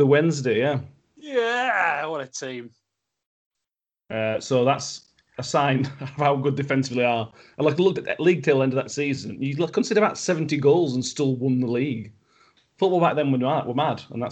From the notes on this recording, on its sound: We are back recording remotely so apologies for any sound issues.